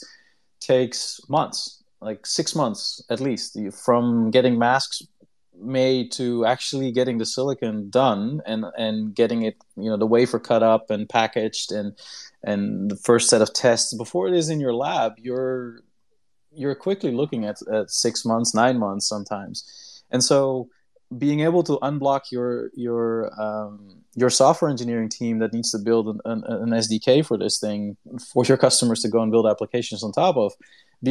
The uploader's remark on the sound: the recording for our Twitter Space for November 29th, 2021